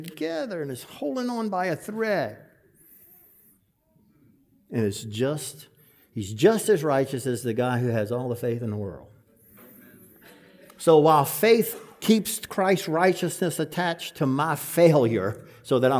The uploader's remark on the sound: This sermon was preached at the 2023 Fellowship Conference